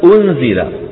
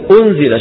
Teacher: فيبقى من النون إيش؟ غنتها، يبقى من النون غنتها، ويخرج من الفم صويت · Term: الإخفاء